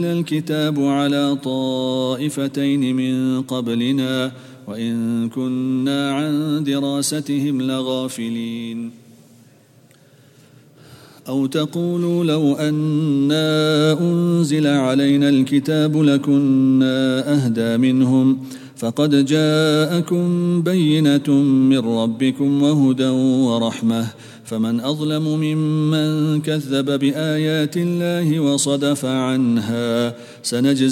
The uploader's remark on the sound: at the Houghton Masjid (West Street)